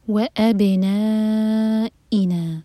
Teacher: مد کے بعد حمزہ کو کرسپ نکالیں گے کٹ آف ساؤنڈ کے ساتھ